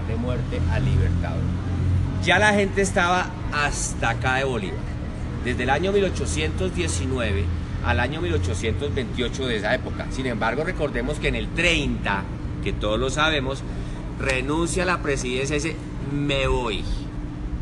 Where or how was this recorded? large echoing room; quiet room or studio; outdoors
outdoors